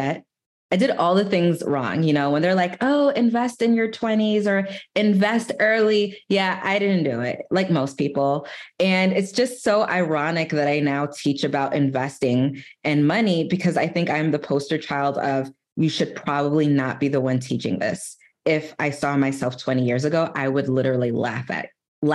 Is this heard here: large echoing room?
no